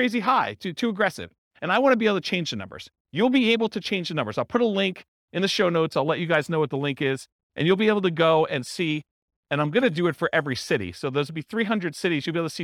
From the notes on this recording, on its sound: This was a live class recorded